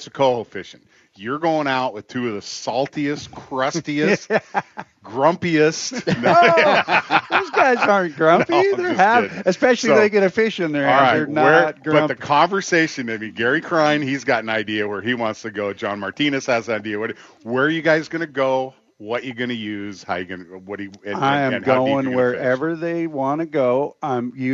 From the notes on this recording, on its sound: Live at the 2023 Everett Coho Derby. Bayside Marine for the 30th Annual Everett Coho Derby.